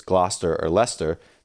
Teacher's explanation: If the first part of the word ends in a vowel, such as Gloucester or Leicester, then the middle syllable isn't pronounced, dropped over time in the 18th century to make it easier to say.